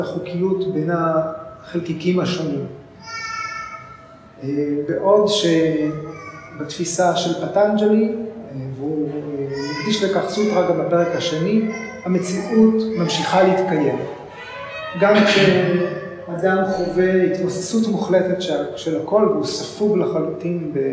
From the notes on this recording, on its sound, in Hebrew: כפי שהוקלטה במפגש בבית האמנים.